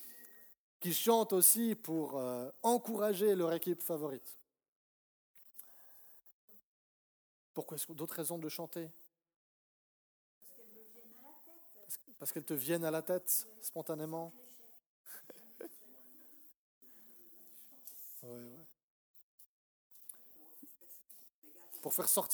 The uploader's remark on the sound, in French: Message enregistré lors d'un culte "Jeunesse et Famille"